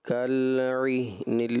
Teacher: جو لام ساکن ہے اس کو آپ نے ہلا دیا، کالعہن اس طرح کیا، اور آگے بھی ایک لام ساکن آ رہا ہے، ادھر ایسا لگا جیسے غنہ کی مقدار ہوتی ہے نا، بڑھا دیتے ہیں، تو یہاں آپ نے اس طرح کر کے پڑھا عہن المنفوش، ٹھیک ہے؟